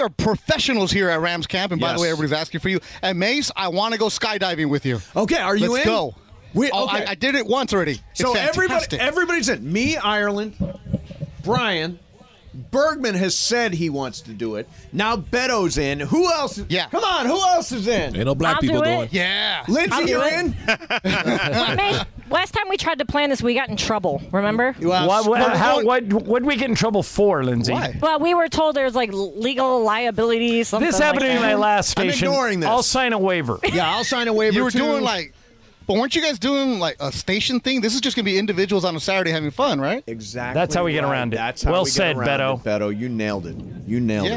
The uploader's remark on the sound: live from Rams Training Camp at UC Irvine!